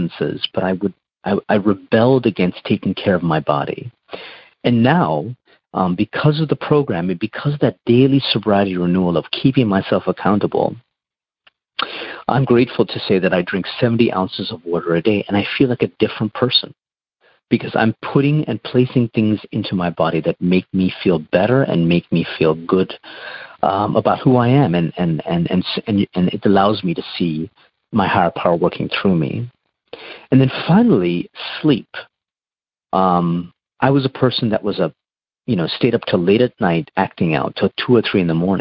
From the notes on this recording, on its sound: shares on the Noon phone group Monday Meeting